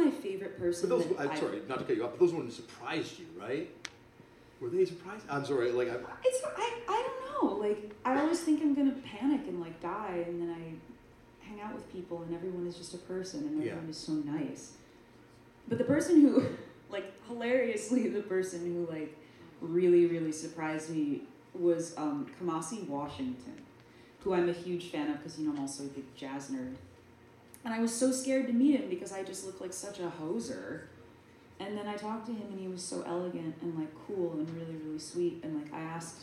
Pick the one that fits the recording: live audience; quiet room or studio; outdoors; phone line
live audience